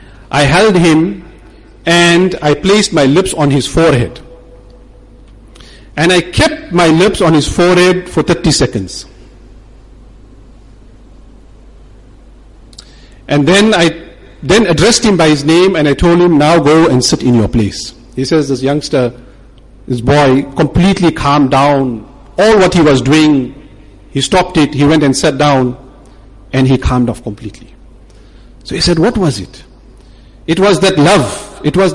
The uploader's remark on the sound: Jumuah lecture at Umhlanga Masjid